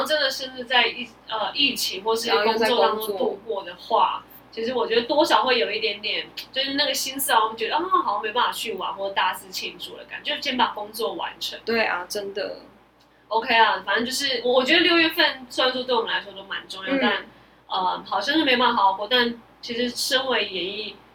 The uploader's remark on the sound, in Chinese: 本集收音有狀況，收聽時有空曠環境感是正常的喔